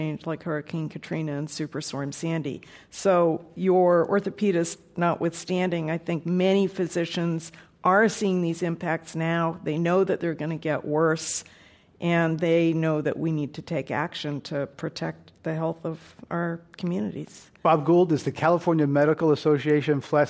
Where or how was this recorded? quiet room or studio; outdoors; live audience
live audience